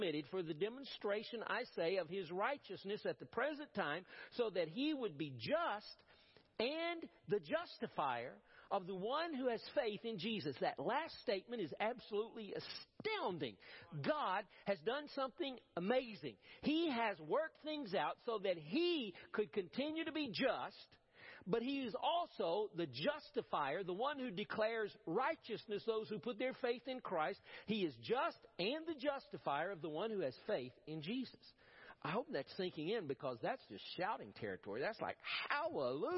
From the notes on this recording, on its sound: Preached at First Baptist Church of Powell